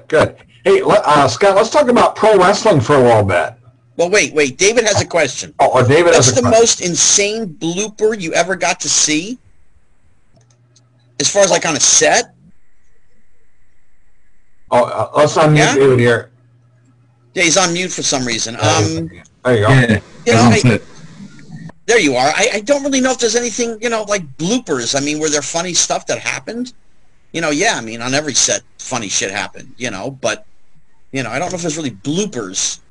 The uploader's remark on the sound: my computer had just done an update and messed up my microphone settings, so you will have to bear with the distortion.